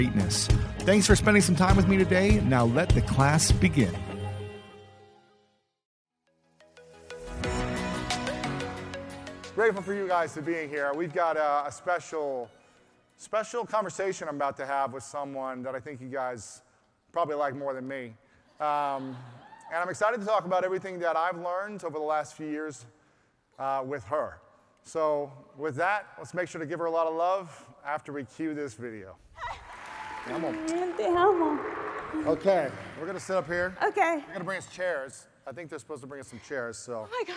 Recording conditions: live audience